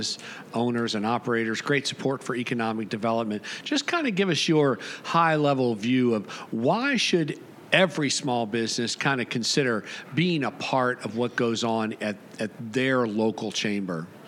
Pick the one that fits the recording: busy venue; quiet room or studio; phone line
busy venue